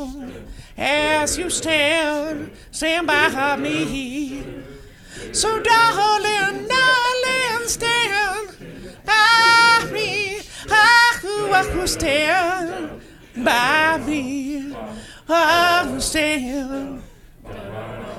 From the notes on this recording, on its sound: Live from Cleveland.